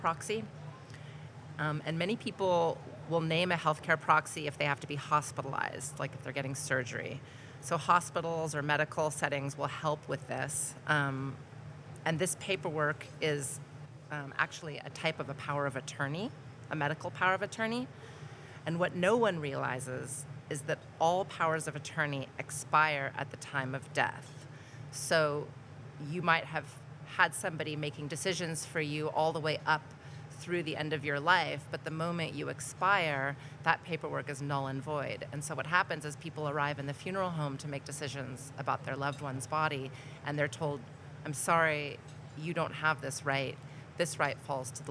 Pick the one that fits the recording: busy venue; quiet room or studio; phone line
busy venue